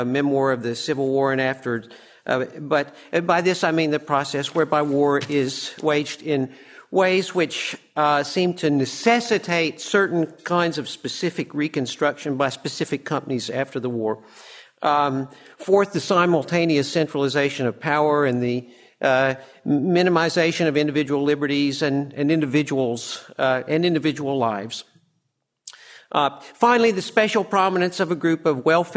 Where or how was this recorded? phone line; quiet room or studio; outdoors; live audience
live audience